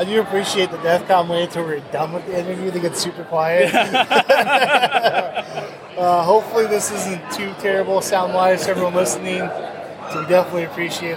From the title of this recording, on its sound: Live at Defcom